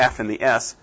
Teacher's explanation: if you do the F and the S, again, no vocal cords. · Term: voiceless sounds